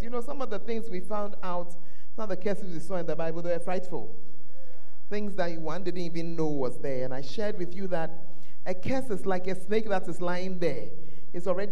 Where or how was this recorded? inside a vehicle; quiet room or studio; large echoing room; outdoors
large echoing room